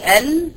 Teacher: هتلاقي الحافه الاماميه للسان ريحت على اللثه اللي انا بقولك عليها دي، من اول الضاحك لغايه الامام، لسد الضاحك الضاحكين والنابين والرباعيتين والسنتين العليتين. · Term: حرف اللام